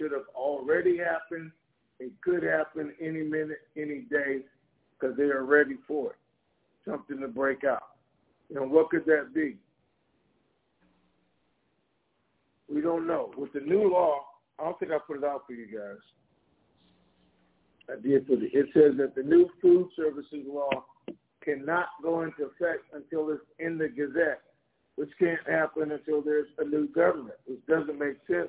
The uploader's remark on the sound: Conference Call